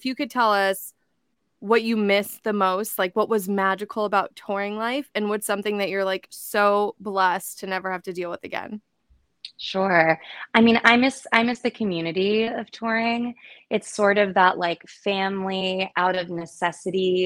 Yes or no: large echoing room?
no